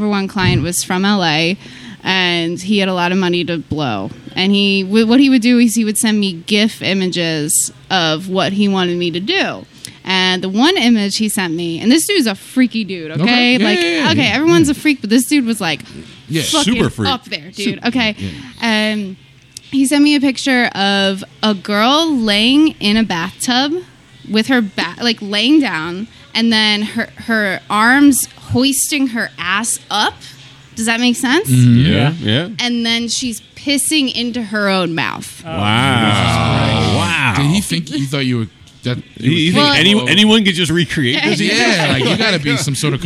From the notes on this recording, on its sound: We were set up to record on the third floor at The Raven Lounge on Sansom Street. Our guest never showed.